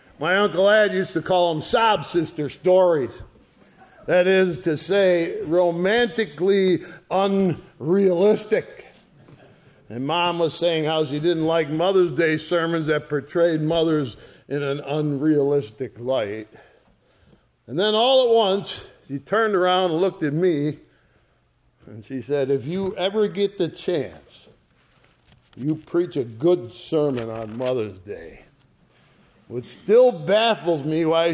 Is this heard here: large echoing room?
yes